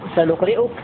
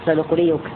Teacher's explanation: الهمزة المضمومة الواقعة بعد كسر يبدلها الأخفش ياء خالصة · Shown in: second take